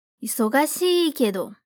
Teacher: Toma cuidado aqui com isogashii, que é uma vogal longa no final. Isogashii, e não isogashii, ok?